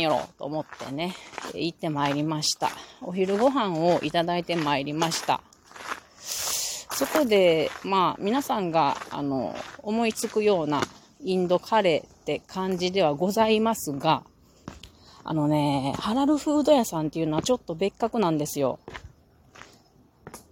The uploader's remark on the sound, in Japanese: 金華山を歩きながら。